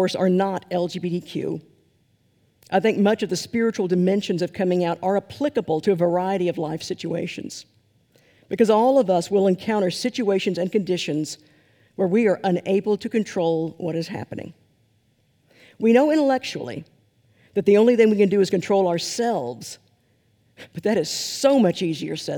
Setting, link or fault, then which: setting, large echoing room